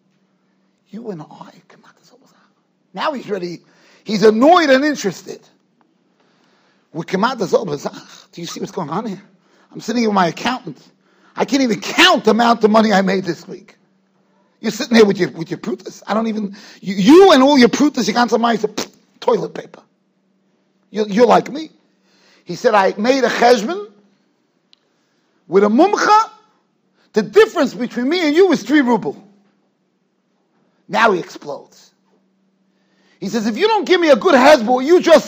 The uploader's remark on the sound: Shiur recorded in Yeshivas Ohr Reuven, Monsey, NY.